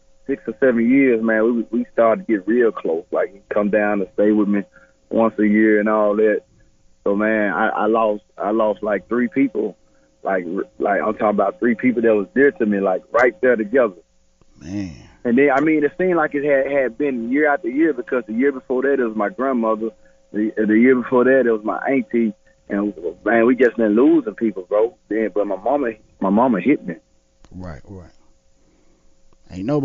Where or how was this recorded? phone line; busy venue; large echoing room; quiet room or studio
phone line